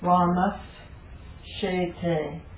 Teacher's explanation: a dental sibilant, followed by a palatal sibilant